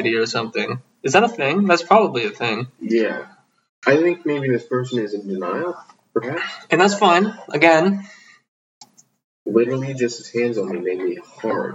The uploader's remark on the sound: True to form, the audio turned out poorly, but its audible enough.